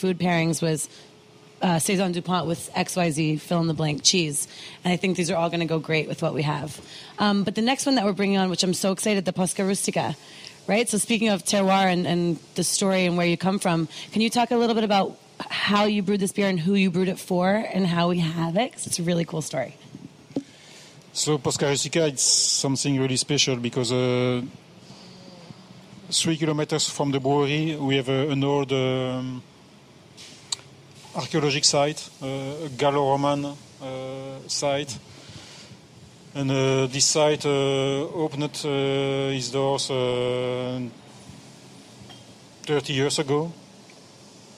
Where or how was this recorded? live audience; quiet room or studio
live audience